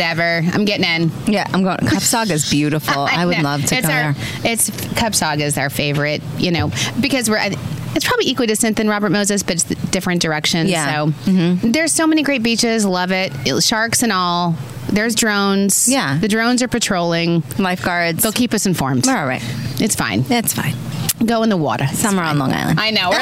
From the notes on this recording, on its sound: On site at The Pridwin, Shelter Island. We are on location on the beautiful Shelter Island at one of the most amazing resorts, The Pridwin.